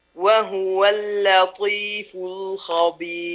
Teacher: واللام في قوله تعالى اللطيف مرققة